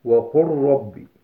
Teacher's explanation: نحو قوله تعالى وقل ربي، نقرأها كذا ولا نقرأها وقل ربي، ولكن ندغم اللام في الراء فنقول وقل ربي